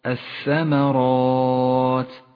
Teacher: الألف المفخمة في كلمة الثمرات الثمرات، فخمها لأن الراء التي قبلها مفخمة، والألف تتبع ما قبلها في الترقيق والتفخيم